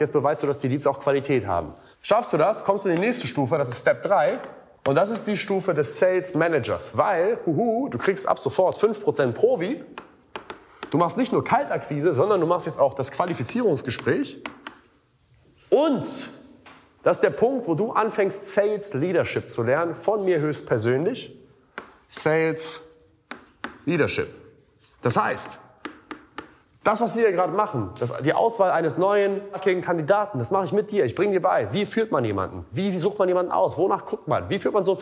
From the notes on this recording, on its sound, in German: im Rahmen eines Vortrags auf dem "Sell like Alex Event"